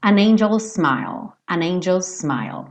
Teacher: Você pode falar como se fosse um S só.